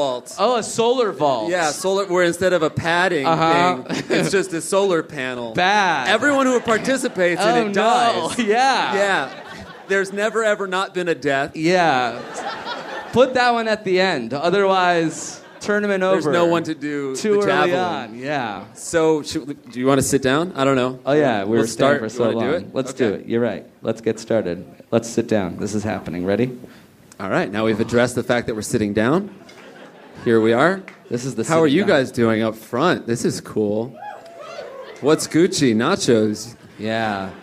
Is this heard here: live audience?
yes